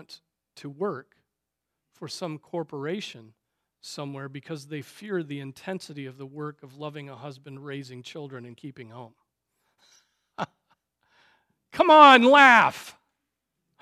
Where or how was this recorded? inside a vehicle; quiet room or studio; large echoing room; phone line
large echoing room